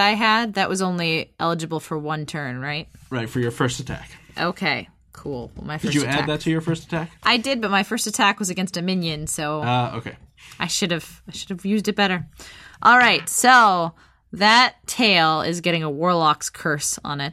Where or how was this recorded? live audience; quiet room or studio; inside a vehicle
quiet room or studio